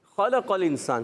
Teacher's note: خا حلق کے اوپر والے حصے سے ادا ہوتا ہے